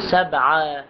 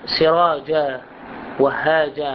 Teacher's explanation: عندما نقف شدادا نقف عليه بدون تنوين بدون نون يلفظ ألف، سبعا شدادا، عند الوقف على كلمة سبعا نتوقف نقول سبعا